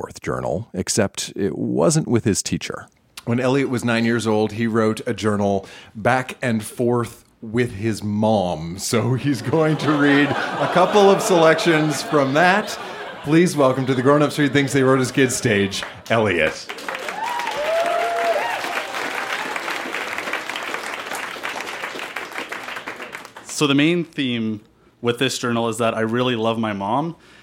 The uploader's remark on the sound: Recorded live at Broken City in Calgary, AB.